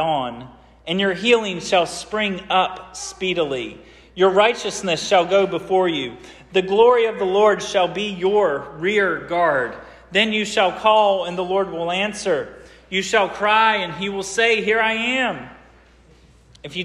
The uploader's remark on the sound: This sermon was preached at Hope Fellowship